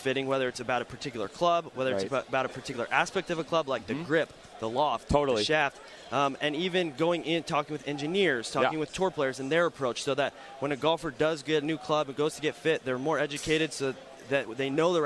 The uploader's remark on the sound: Live on Sirius XM PGA TOUR Radio. Live Fitting Room from the Callaway Booth at the PGA Show in Orlando, Fl.